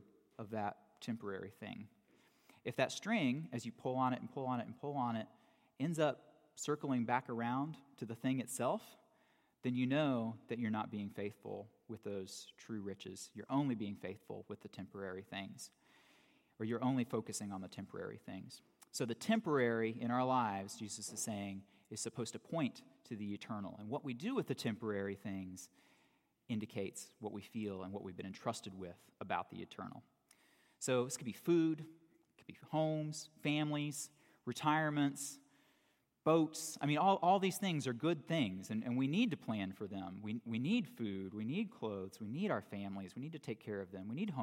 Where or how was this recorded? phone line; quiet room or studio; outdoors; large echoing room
large echoing room